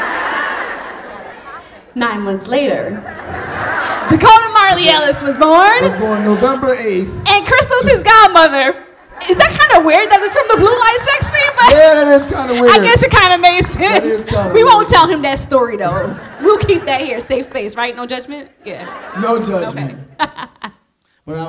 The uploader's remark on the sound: Live in Philly! Play more games with audience guests and answer more live listener letters.